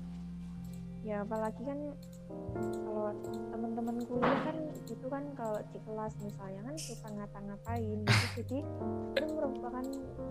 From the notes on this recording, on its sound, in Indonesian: Maaf bgt suara nya ga se frekuensi(pelan dan kenceng) karena kita recordnya ga setempat( record online)